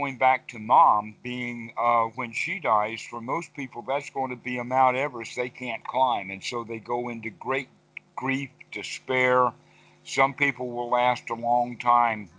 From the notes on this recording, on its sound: Skype calls on this channel.